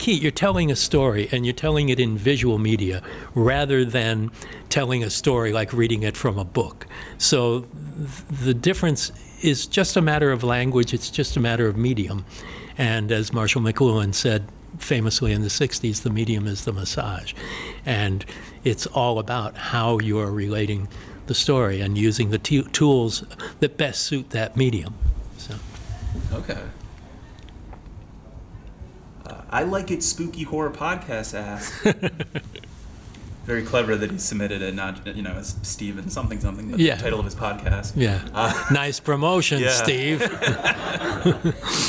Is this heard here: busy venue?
yes